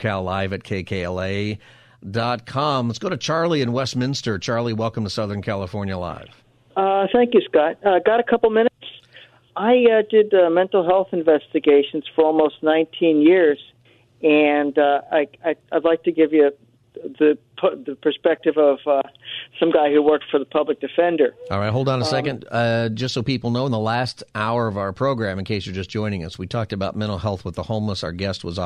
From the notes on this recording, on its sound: Open Phone Friday Continues! Giving listeners the chance to speak on any topic!